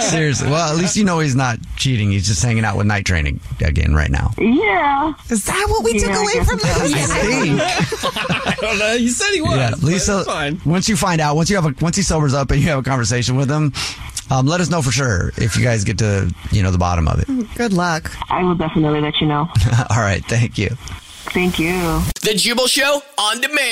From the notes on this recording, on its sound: One of our listeners is on the phone